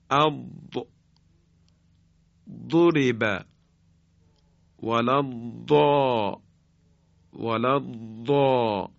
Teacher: تماس کناره زبان با دندانهای ادراس همراه با ارتعاش تارهای صوتی هست که به این شکل تلفظ می کنیم: اب ضرب ولا ضا ولا ضا.